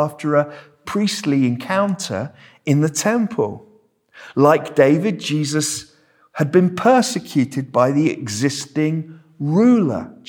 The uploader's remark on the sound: This sermon was preached at Welcome Baptist Church on Sunday 9th July 2023